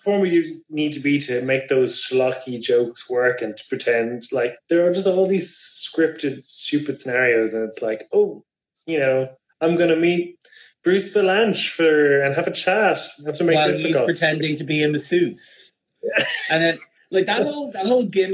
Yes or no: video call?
yes